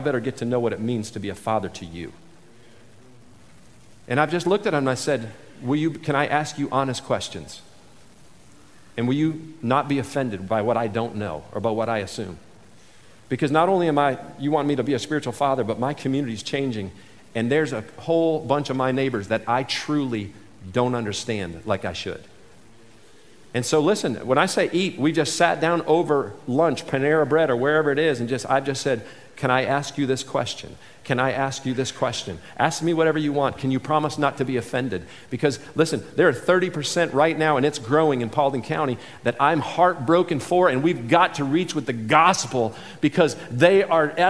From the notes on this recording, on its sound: this selection from the 2019 MOVE conference